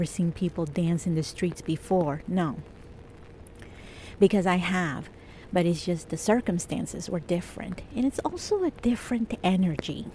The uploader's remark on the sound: This episode is completely improvised and I recorded it outside while it was raining. I recorded it at this secret location in Toronto.